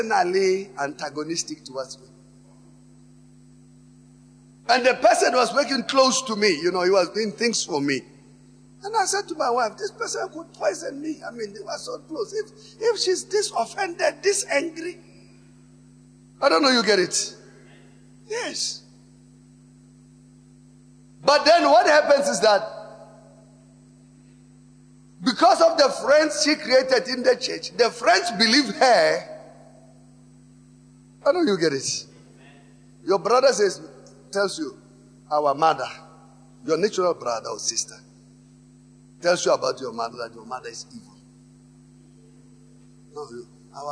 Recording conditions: large echoing room